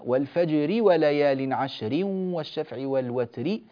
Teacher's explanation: هذه الراء كلها ترقق لأنها مكسورة سواء كانت متطرفة أو لا، أو غير متطرفة، كسرها مع التنوين أو بدون تنوين الراء المكسورة دائما ترقق.